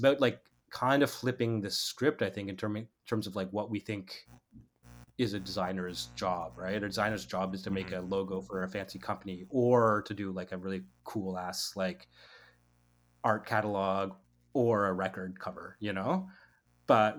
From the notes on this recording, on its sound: Please excuse slight buzzing throughout, as we had some technical difficulties during the recording.